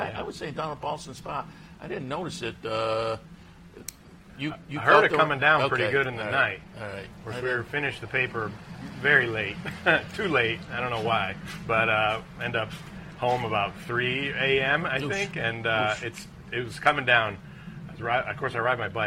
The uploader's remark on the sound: live from Saratoga Race Course